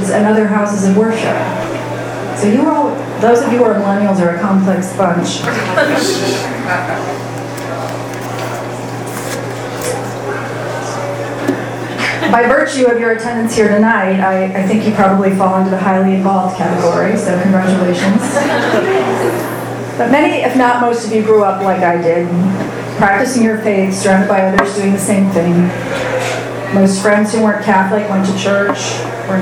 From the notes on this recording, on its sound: Arlington TOT is held on the 2nd Monday of each month at O'Sullivan's Irish Pub located at 3207 Washington Blvd., in Arlington, VA.